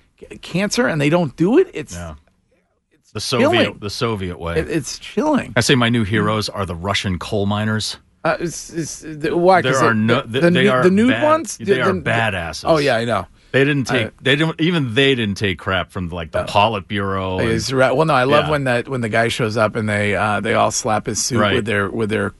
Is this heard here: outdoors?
no